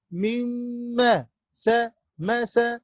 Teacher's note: نون ساكنة مدغمة في الميم المفتوحة بغن حركتين